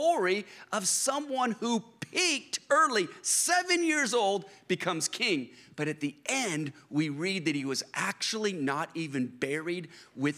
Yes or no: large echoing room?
yes